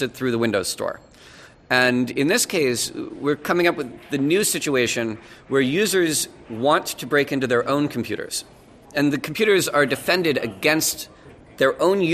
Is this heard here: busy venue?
yes